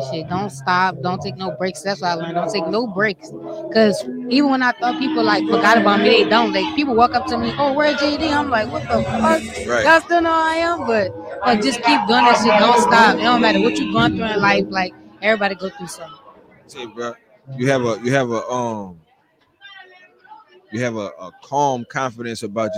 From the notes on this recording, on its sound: MillionViewzPodcast Live from YP Movement/97.7FM Radio Who's Hot Artist Showcase. Live on location from Floating Island in East New Orleans.